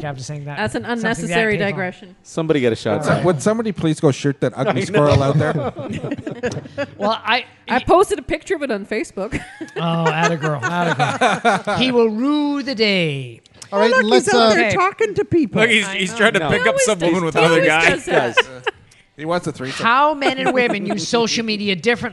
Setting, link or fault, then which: setting, live audience